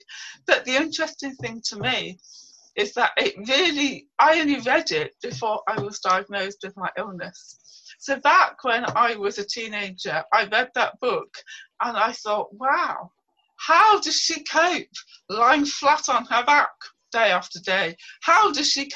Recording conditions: video call